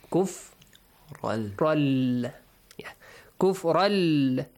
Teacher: you merge kufran, the tanween, into the lam